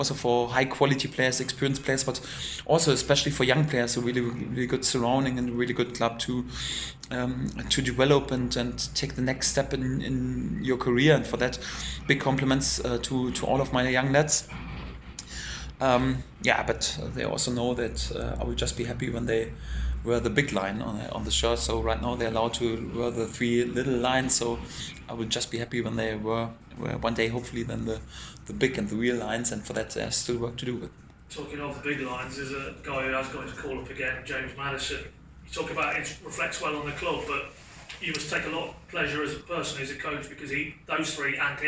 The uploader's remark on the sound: full pre-match press conference, speaking to the gathered media at the Lotus Training Centre in Colney